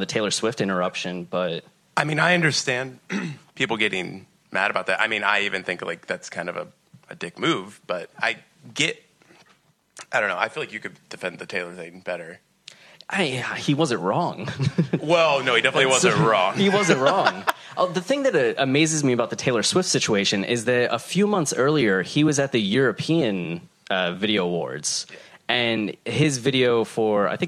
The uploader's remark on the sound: We were live on the SXSW and TuneIn Podcast Stage